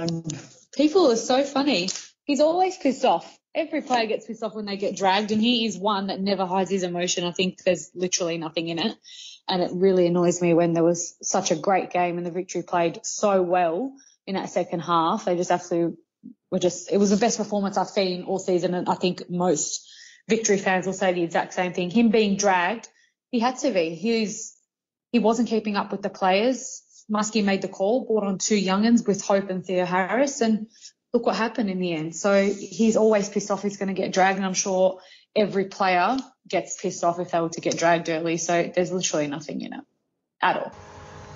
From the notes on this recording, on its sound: jump on the skype